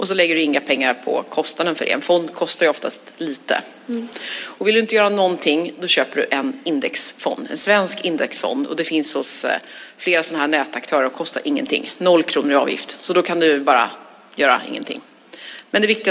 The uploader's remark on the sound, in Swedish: LIVEPODD. Veckans avsnitt är inspelat på Social Media Party och publiken är med och ställer frågor om allt som har med ekonomi att göra.